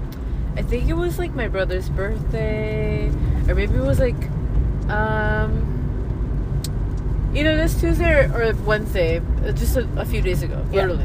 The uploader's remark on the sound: Hit record during a deep conversation in the car while going home. They have a paranormal experience live while still recording.